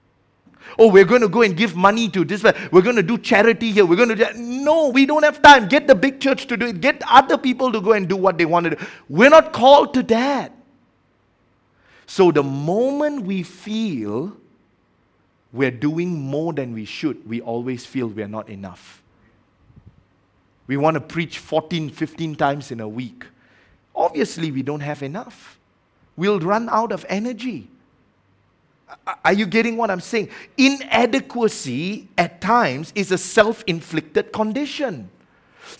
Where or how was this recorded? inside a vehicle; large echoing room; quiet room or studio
large echoing room